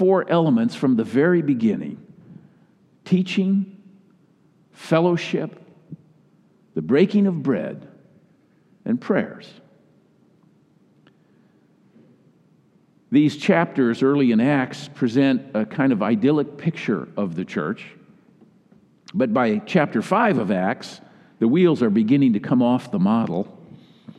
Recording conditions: large echoing room